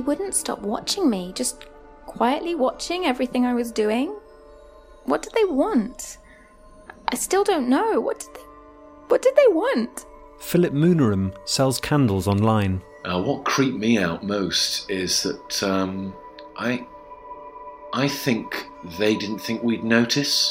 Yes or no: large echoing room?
no